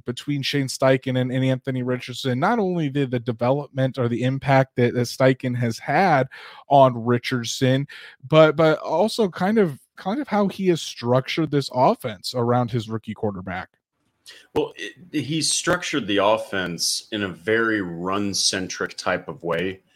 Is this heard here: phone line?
no